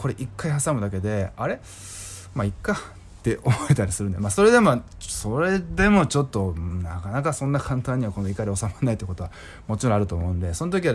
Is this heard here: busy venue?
no